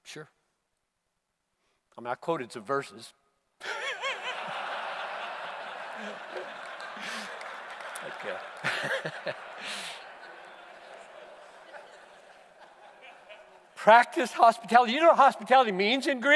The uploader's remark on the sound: Preached at the Bethlehem 2019 Conference for Pastors + Church Leaders in Minneapolis.